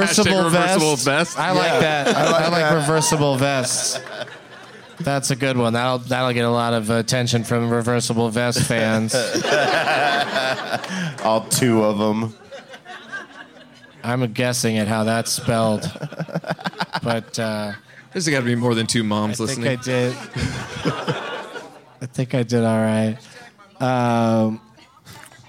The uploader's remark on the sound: Live from the Punch Line in Sacramento